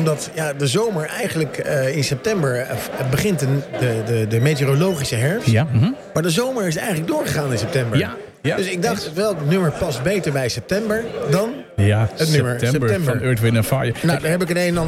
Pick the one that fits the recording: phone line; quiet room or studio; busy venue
busy venue